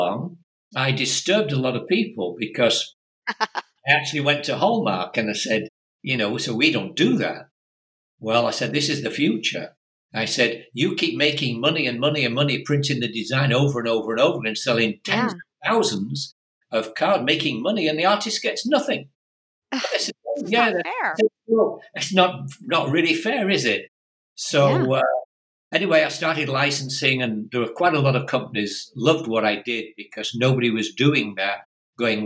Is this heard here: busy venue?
no